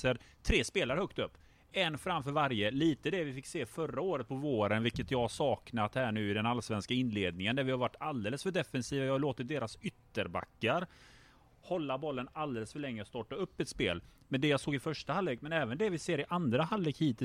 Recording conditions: busy venue